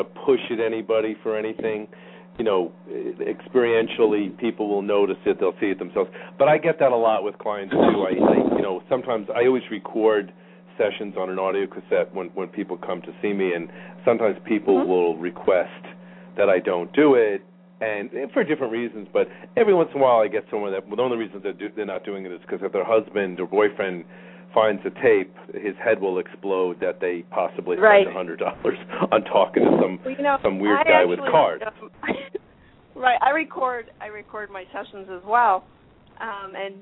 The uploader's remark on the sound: Callers may call in toward the end of the live show with questions or comments.